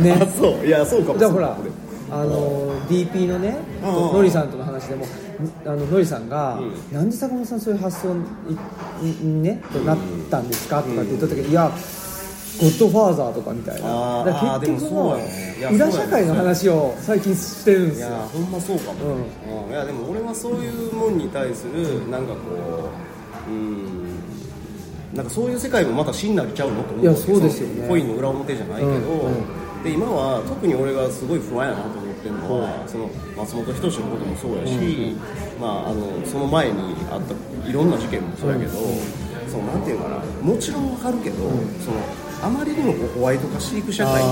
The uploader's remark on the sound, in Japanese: 高崎駅前で二人で収録。